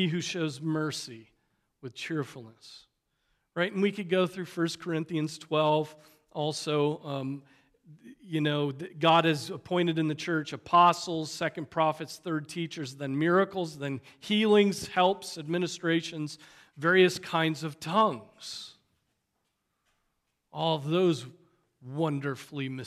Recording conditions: large echoing room